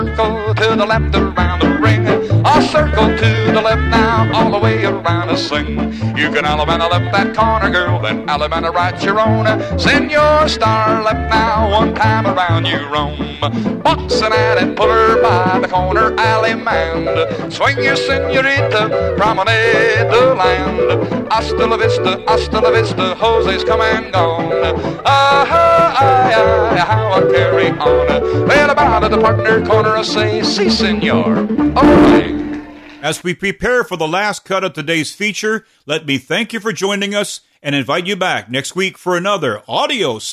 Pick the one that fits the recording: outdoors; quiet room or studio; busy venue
busy venue